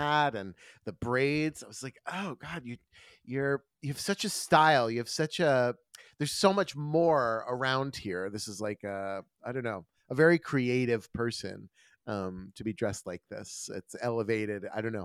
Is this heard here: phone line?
no